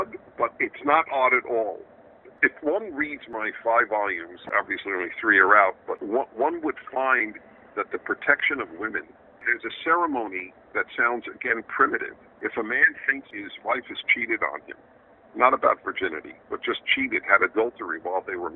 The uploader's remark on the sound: a phone conversation